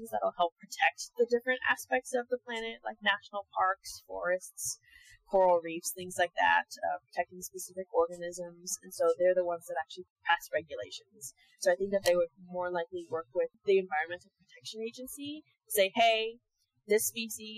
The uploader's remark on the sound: those audio issues we mentioned last time, continued